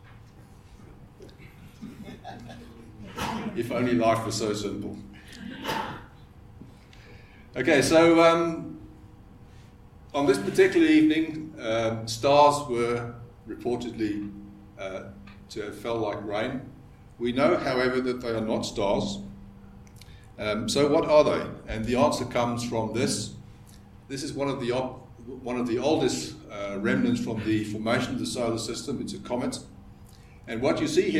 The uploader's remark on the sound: This is the second episode in our series of ScopeX 2018 public lectures.